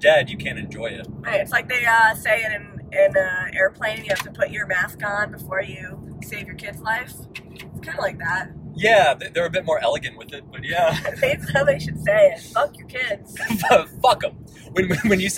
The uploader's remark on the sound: On the drive back to Orlando they decide to do an impromptu podcast and talk about their experience. This was recorded in an iphone in a car with a lot of road noise. The audio is cleaned up as best as I could manage but...